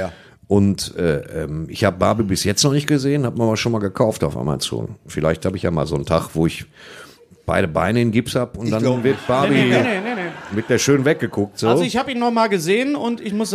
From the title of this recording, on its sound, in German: Live auf der Reeperbahn